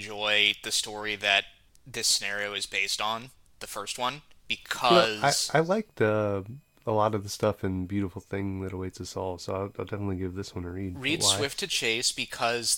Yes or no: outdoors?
no